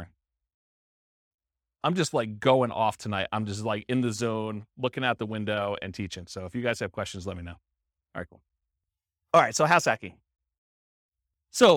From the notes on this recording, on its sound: This was a live class recorded